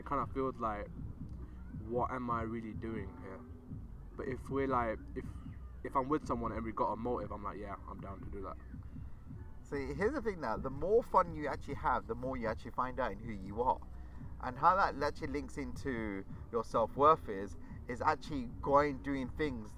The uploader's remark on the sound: The episode is recorded in the middle of a park at night! Featuring music from a nearby party and lots of ducks and geese! This time around we have also decided to post an episode uncut, so you can hear a bit of the background process of recording a podcast as well.